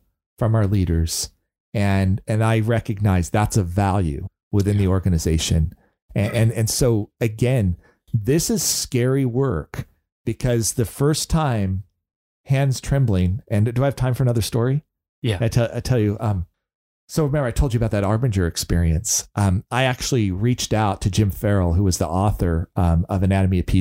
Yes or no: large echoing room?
no